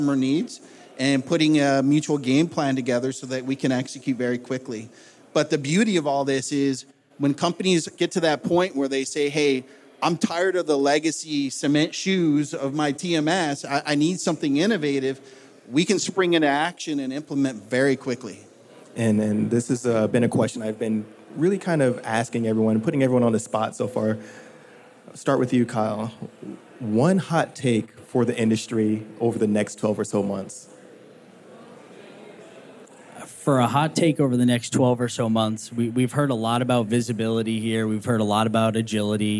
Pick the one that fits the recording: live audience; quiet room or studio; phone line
live audience